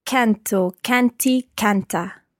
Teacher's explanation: Just watch the stress of canto, canti, canta, the stress on the first syllable there.